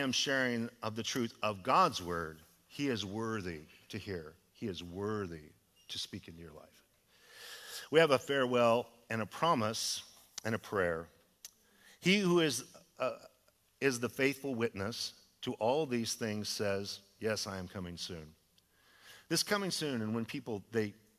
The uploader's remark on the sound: Was a sermon delivered as part of the Anchored Series at Godspeak Calvary Chapel in Newbury Park, California.